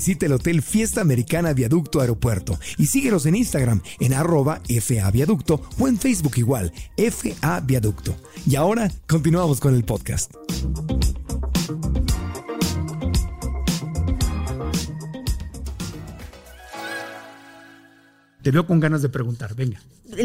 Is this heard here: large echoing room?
no